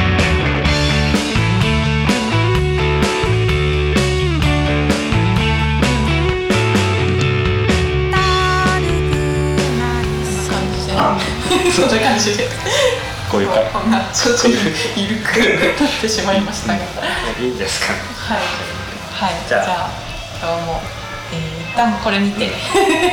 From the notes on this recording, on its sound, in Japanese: 今回もカラオケボックスでの録音のため音質的に聞き苦しい点が多々ございます